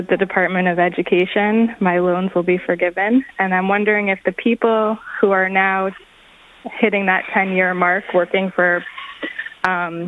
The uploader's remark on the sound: Our Student Loan Questions Live: Part One. Part one of our live call-in specials about student loan debt.